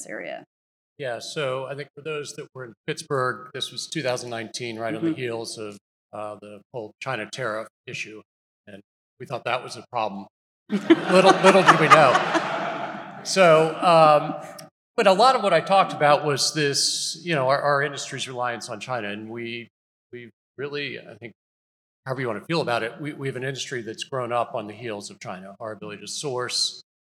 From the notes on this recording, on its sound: on stage to answer audience questions